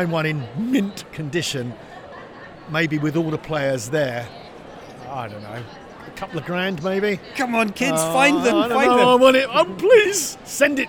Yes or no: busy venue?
yes